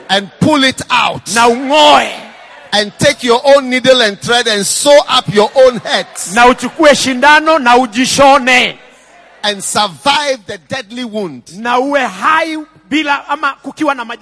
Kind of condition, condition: setting, live audience